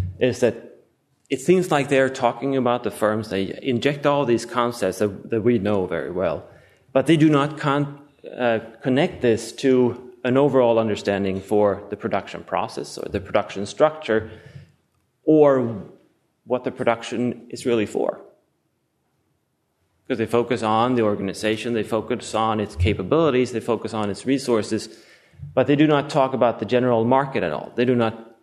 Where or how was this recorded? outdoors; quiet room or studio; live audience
live audience